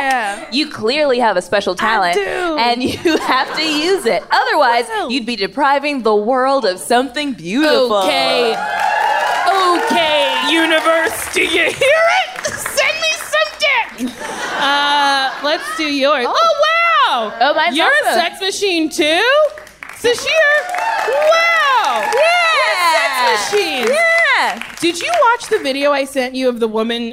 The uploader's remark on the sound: Recorded live at the Largo at the Coronet.